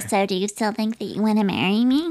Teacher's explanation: she does this thing in the pod where she'd make her voice really high and cute · Term: vocal fry